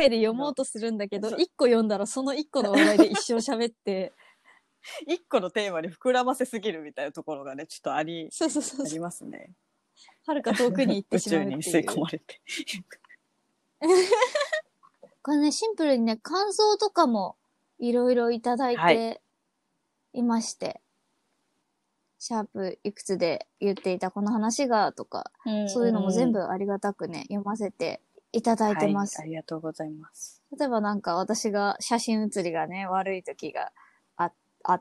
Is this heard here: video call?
yes